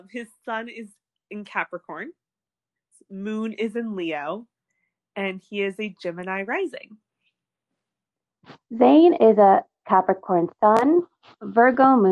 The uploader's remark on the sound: We would apologize for all technical glitches.